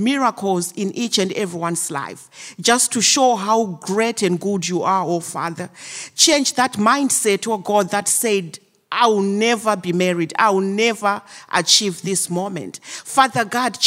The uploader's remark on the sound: Live from the Hub